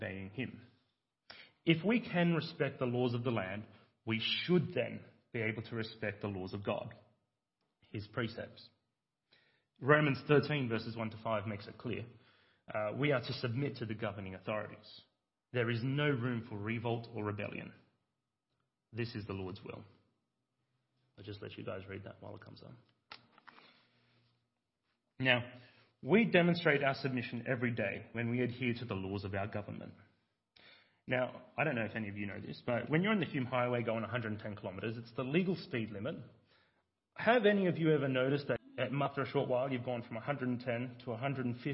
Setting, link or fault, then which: setting, large echoing room